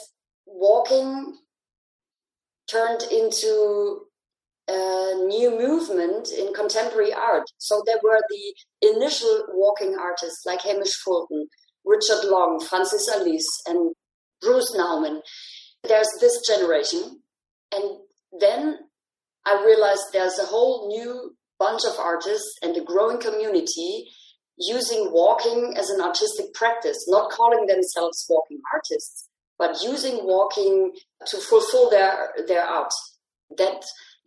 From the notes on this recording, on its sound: Recorded over a Zoom call.